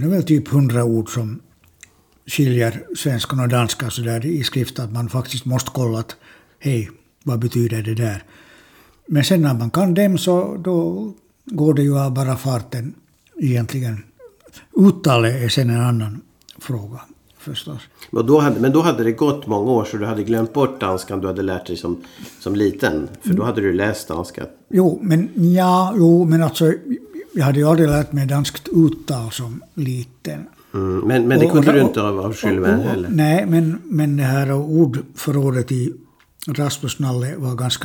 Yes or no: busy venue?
no